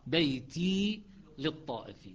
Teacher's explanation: نعم، وتعرف سبب المد الهمزة مثلا عندنا هنا إذا وجدت الهمزة نعم، ولكن بيتي للطائفين ما يوجد سبب المد، ما عندنا همزة، فبيتي حركتان